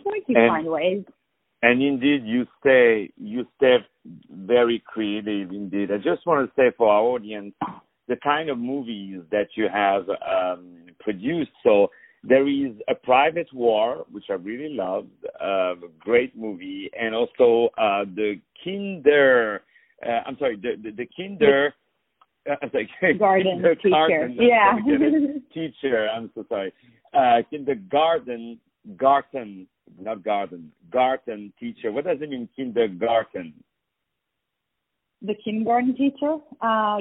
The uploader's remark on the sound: On the phone